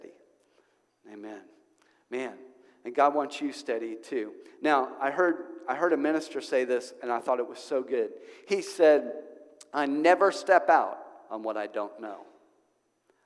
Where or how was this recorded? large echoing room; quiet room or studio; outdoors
large echoing room